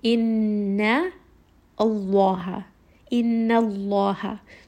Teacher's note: even though we are making that lam heavy, the noon stays light